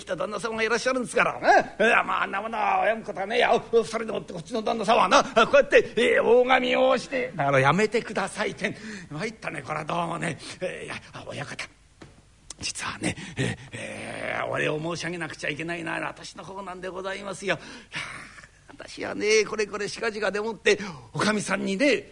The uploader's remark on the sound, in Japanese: 築地本願寺・ブディストホールにて収録した。